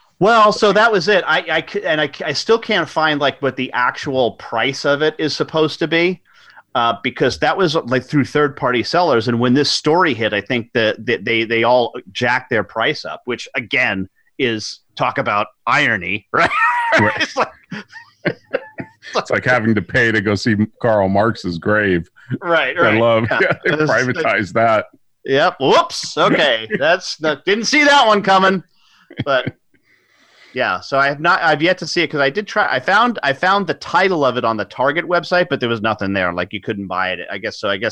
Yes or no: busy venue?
no